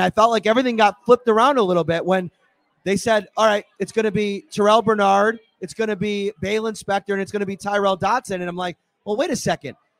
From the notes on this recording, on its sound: live from Wingnutz North Buffalo at 700 Military Rd.